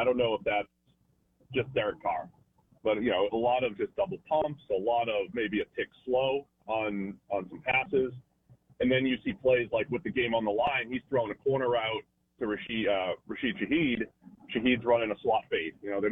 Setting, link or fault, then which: link, phone line